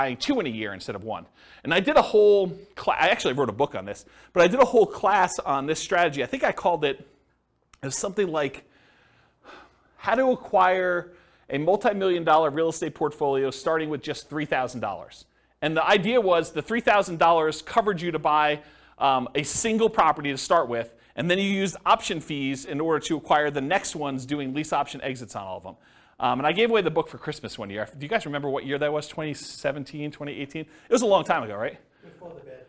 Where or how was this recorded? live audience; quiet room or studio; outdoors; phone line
live audience